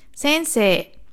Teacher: Ist es aber ein Wort und nach diesem E, nach dieser E-Silbe kommt ein I, verlängert hundertprozentig dieses I das E. Das heißt, es ist ein langes E, nicht Sei, sondern Se in diesem Fall.